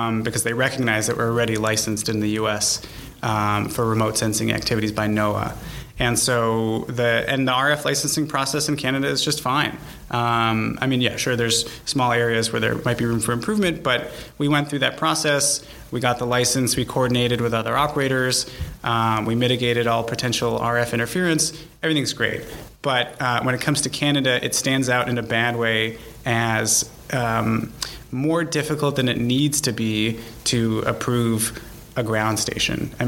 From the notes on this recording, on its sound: This podcast was recorded at the Canadian SmallSat Symposium which was held last week in Toronto